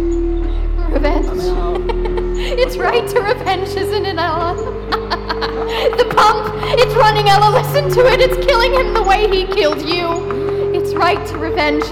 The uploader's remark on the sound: Live performance by Metropolitan Performing Arts actors and other community volunteers at Kiggins Theatre in downtown Vancouver, Washington. Live audience count: 100. Streamed live on KXRW-FM, Vancouver, WA.